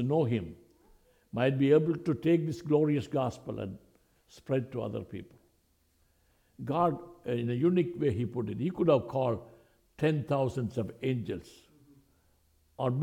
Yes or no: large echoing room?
yes